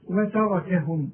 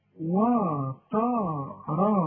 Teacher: حولت لي التاء الى الطا · Shown in: second take